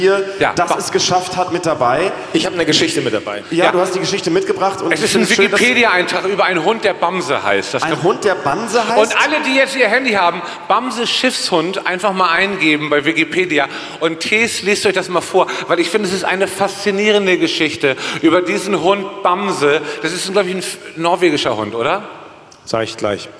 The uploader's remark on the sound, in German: Live aus Hamburg. Live aus der Sporthalle Hamburg.